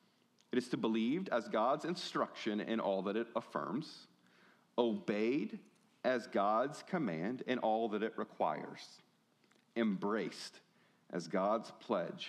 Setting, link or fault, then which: setting, large echoing room